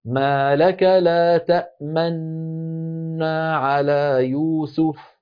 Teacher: نون ممطوطة الشفتان مضمومتان